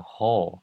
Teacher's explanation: whole 这个 wh 这个连在一起的时候，这个 w 是不会发音的